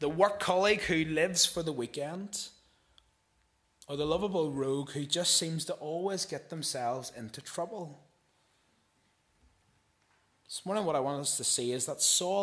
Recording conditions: large echoing room